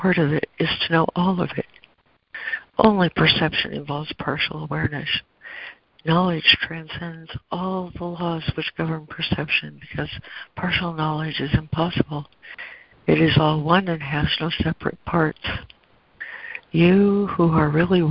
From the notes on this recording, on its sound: ACIM Daily Conference Call